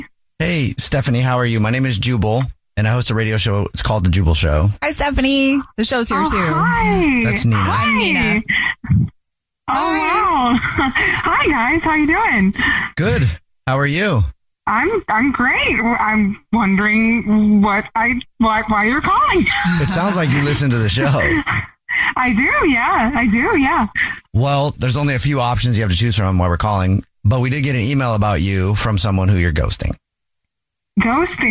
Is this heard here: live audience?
no